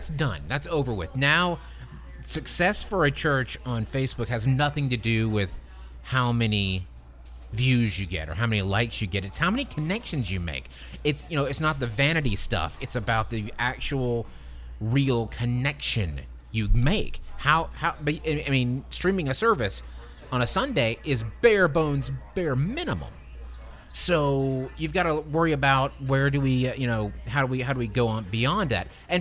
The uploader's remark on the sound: LIVE FROM MAIN STREET PIZZA.